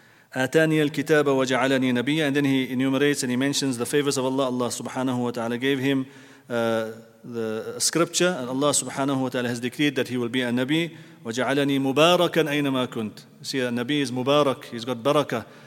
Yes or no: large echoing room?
yes